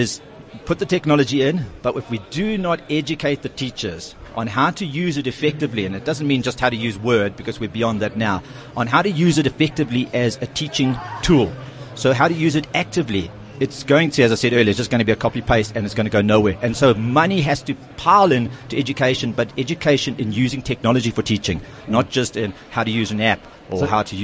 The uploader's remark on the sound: at the MyWorld of Tomorrow expo and conference